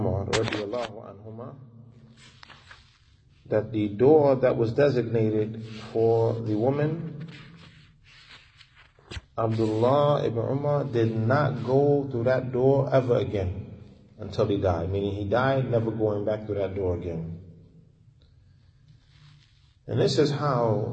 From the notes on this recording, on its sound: Lecture given at Masjid Nur Allah, Queens, NY